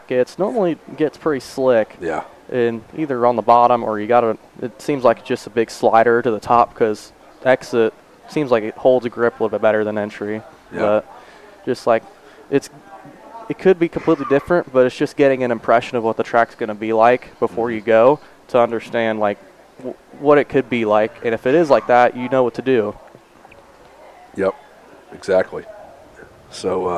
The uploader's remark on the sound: We stopped in at our sponsor, Hornville Tavern, to record this one!